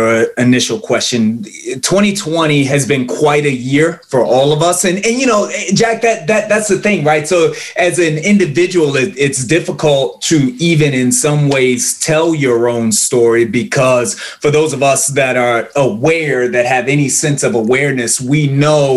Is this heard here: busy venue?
no